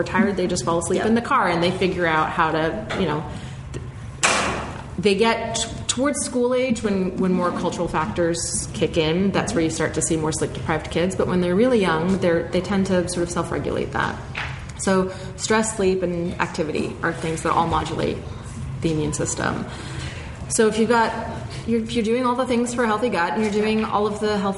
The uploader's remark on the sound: Live Show Part 1. We take live questions and answer them thorougly! There's a live audience. We are in the same room.